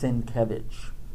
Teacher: It's pronounced Sienkiewicz, accent on the second syllable